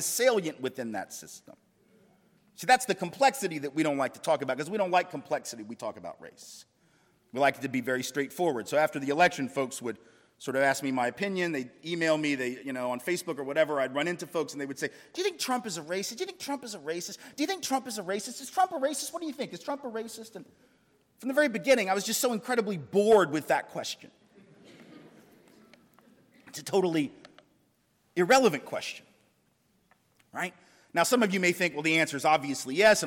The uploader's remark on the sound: The University of Washington’s Kane Hall. As part of the UW Graduate School public lecture series “Equity and Difference: Privilege.”